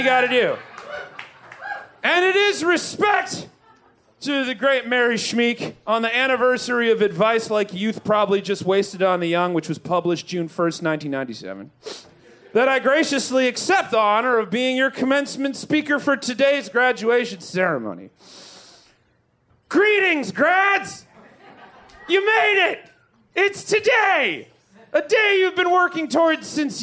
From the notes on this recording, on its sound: Recorded LIVE at Chicago’s Historic Green Mill Lounge.